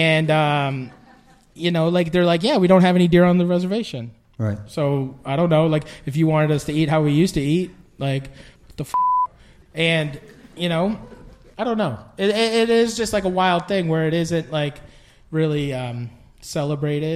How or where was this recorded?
live audience